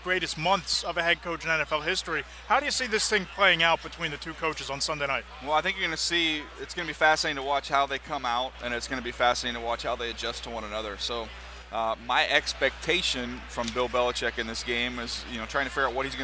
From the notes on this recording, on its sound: After a week of talking to all the experts on Radio Row. Once again recorded on Radio Row in Minneapolis.